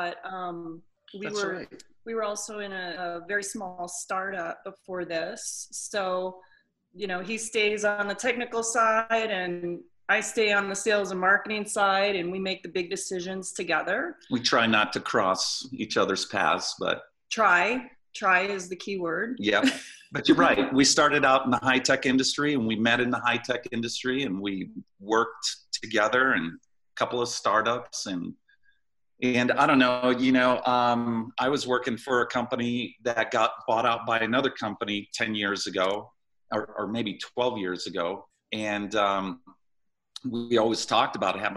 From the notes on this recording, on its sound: jumped on Zoom to talk with us